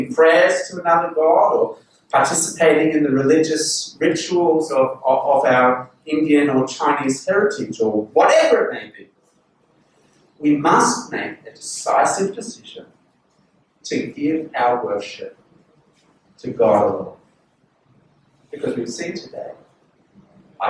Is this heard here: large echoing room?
yes